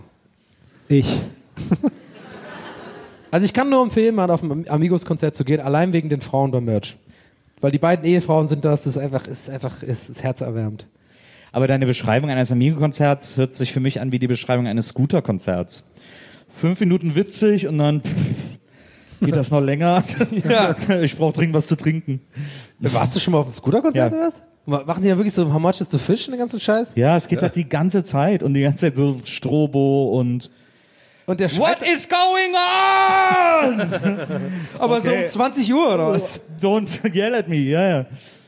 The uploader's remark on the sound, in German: Ein wundervolles Live-Publikum im sommerlichen Leipzig. Im Kupersaal in Leipzig.